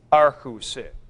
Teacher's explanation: Nu tau drops out, omicron lengthens to u